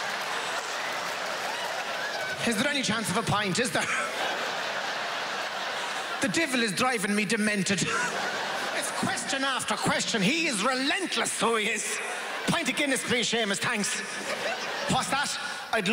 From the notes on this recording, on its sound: At the Just For Laughs Montreal Comedy Festival 2012.